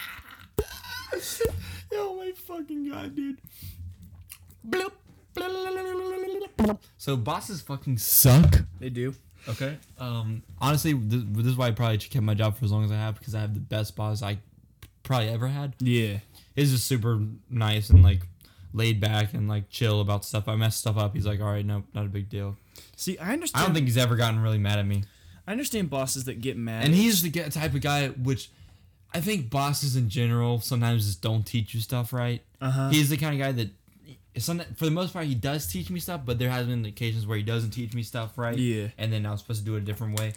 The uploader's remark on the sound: We had some issues with the recording software and hardware so forgive us if this episode isn’t up to the same quality as the first